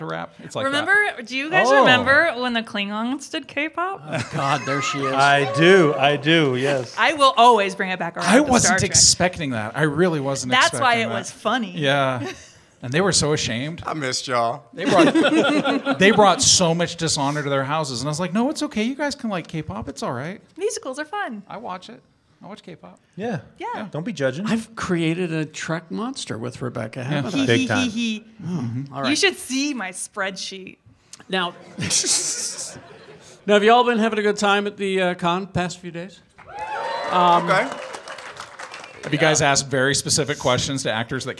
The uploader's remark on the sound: Geekshow Live. Recorded LIVE at FanX Comic Con in Salt lake City. Hear us do it Live, in front of people.